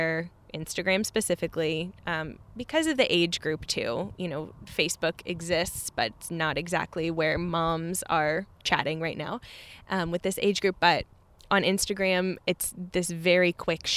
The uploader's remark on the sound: We shot this live, on location, at Tree House in beautiful Vero Beach!